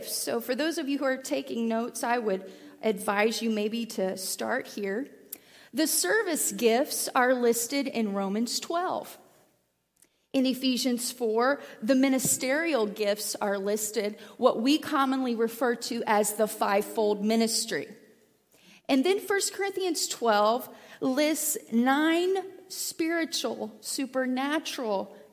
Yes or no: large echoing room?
yes